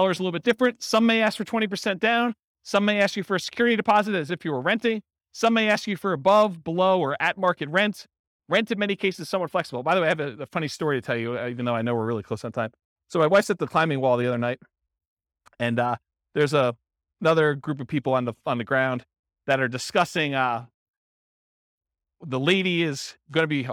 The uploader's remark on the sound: Real estate entrepreneurs in Pomona, California. This was a live class recorded.